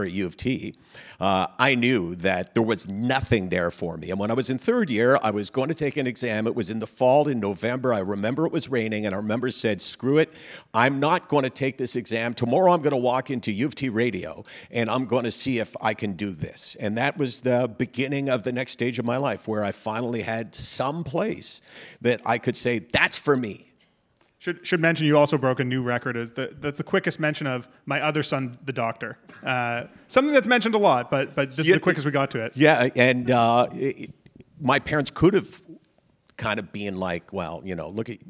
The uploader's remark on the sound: Special live episode of Menschwarmers , recorded at the Prosserman JCC in Toronto on Sept. This is the first in a series of live conversations hosted by The CJN and the Prosserman JCC. Special live episode of Menschwarmers , recorded at the Prosserman JCC in Toronto on Sept.